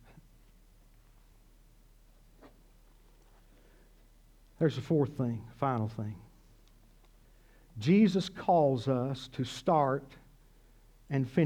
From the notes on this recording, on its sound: This sermon was originally preached at CCC